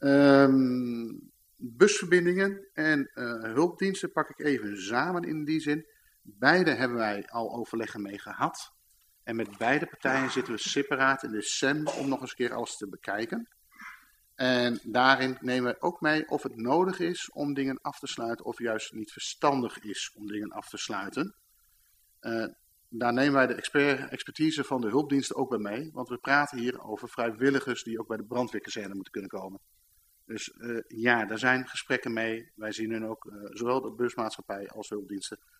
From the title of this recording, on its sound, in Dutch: Beeldvormende vergadering (Raadzaal)